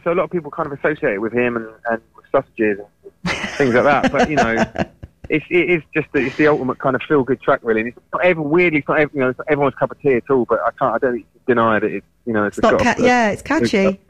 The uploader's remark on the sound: on the Phone